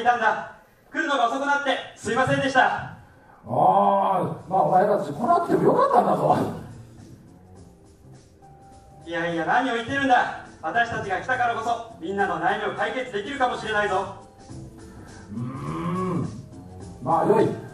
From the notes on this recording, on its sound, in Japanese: 公開録音の模様をお届けいたします。明石市立天文科学館のイベント、てんもん春分祭で。